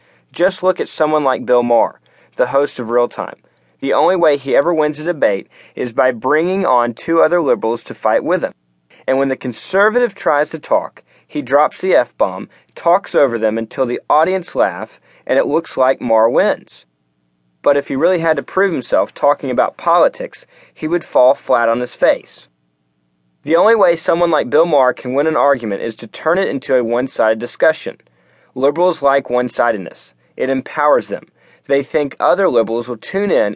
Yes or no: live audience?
no